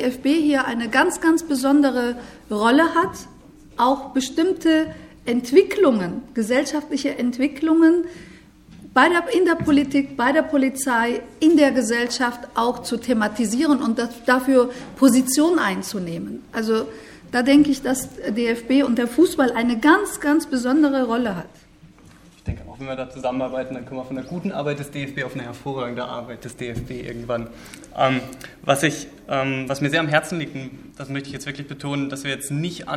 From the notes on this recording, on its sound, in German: Treffem von über 30 Journalisten und Journalistinnen aus den unterschiedlichsten Medien. In Berlin. Die Podiumsdiskussion zur Eröffnung des Treffens.